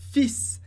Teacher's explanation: A gente pronuncia o S, palavra curta. A gente não pronuncia o L.